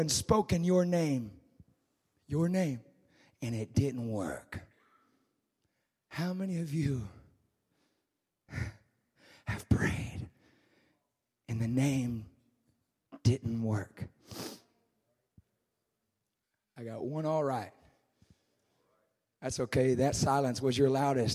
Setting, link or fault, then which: setting, large echoing room